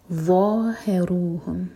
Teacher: ظا کے لیے بھی زبان اوپر والے دانتوں کو ٹچ کرے گی، تھوڑی سی ٹپ باہر ہوگی، اور پیچھے سے زبان کو اٹھائیں گے اور منہ بھر کر پڑھیں گے